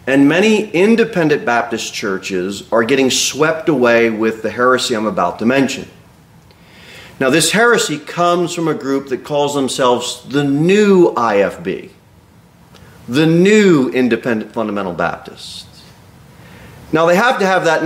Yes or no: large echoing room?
yes